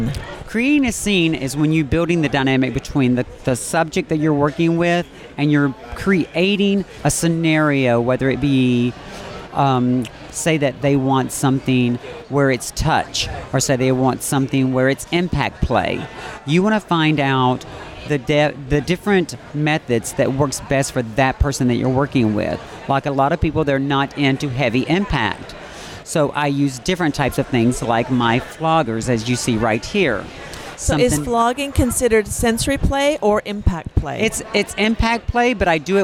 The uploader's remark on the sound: THE BLISS CRUISE - OPENING-UP ON THE OPEN SEAS. Broadcast on location from the Promenade Deck Cafe.